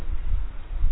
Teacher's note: Huruf ghain, ya, dia juga punya sifat rokhoah, sehingga suaranya agak terseret. Jadi jangan disamakan dengan mengucapkan huruf G di dalam bahasa kita.